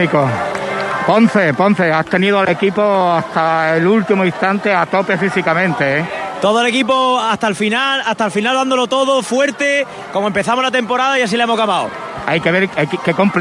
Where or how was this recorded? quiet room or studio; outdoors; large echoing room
outdoors